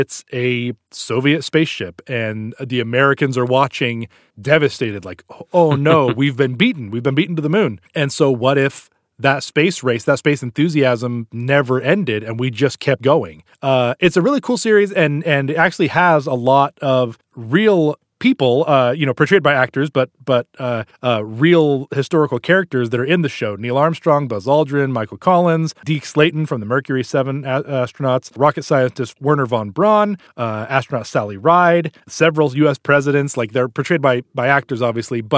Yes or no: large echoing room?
no